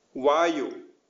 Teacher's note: in between the V and W in victory and water